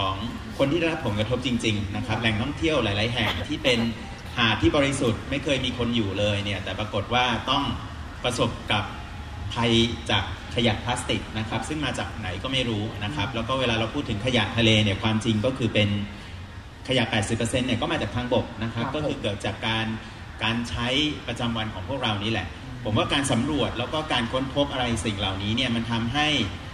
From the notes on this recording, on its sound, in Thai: เสียงจากงานมอบรางวัล Explorer Awards 2018 ของ National Geographic Thailand. วิดิโอถ่ายทอด live จากเพจของ Nat Geo Thailand ครับ.